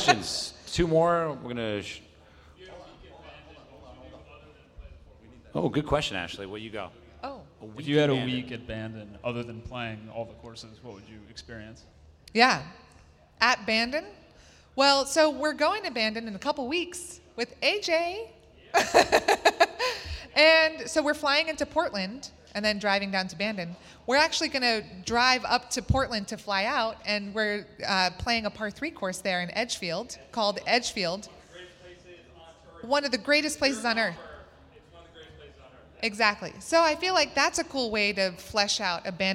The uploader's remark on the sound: listen to a live event at True Spec Golf in New York City